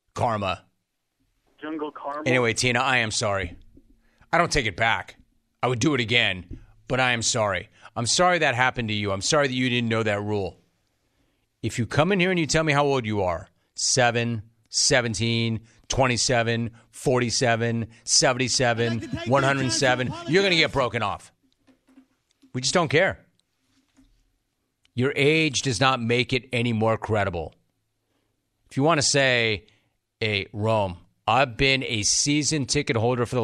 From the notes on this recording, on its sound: Packers Fans Call.